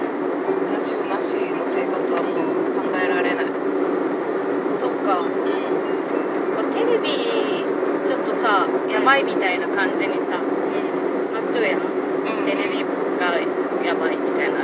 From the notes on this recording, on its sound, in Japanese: 山より、雑音すごいですのでご注意ください！騒音だな。